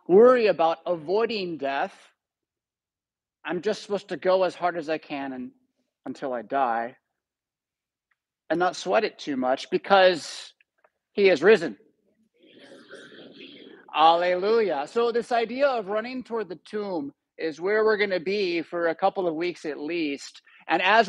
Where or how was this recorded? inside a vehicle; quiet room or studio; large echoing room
large echoing room